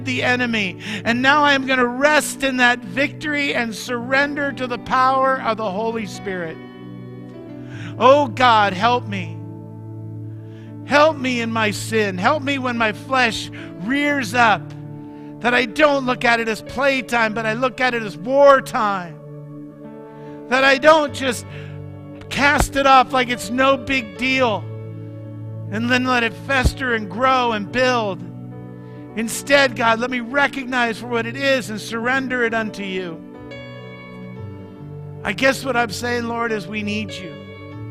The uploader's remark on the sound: Mt. Zion Church Live!